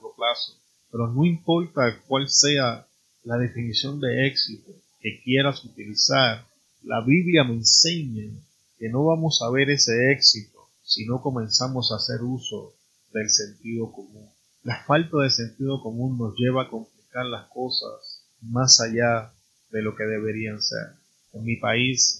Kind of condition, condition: fault, poor sound quality